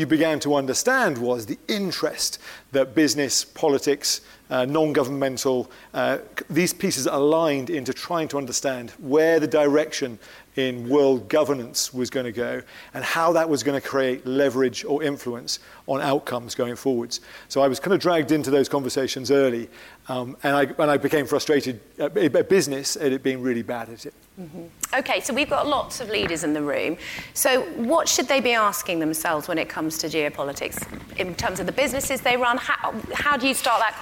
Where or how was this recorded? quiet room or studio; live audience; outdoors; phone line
live audience